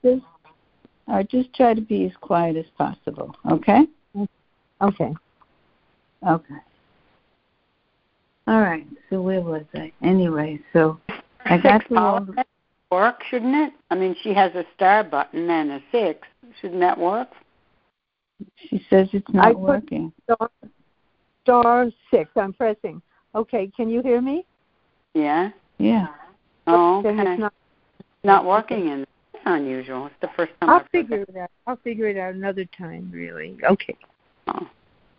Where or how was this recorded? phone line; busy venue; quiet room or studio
phone line